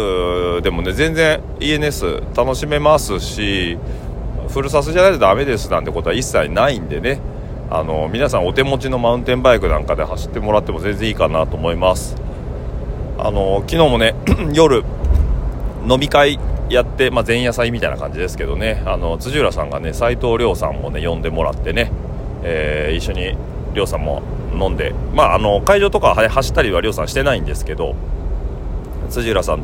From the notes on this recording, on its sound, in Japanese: 今週は先日、長野県野沢温泉で行われたENSの模様をお届けします。今週も現地での収録となりますので、臨場感をお楽しみください。